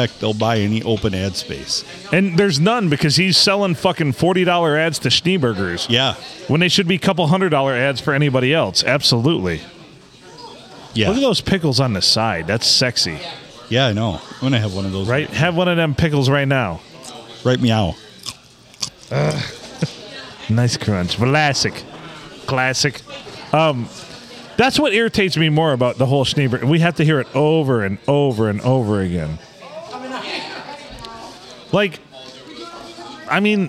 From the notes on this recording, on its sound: Recorded on a Monday night and the Blue Water Sports Bar and Grill.